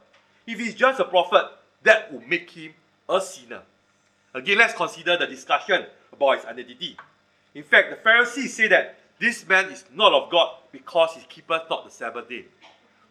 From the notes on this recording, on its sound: Recorded Live/Sermon. Weekly livestream of our worship services.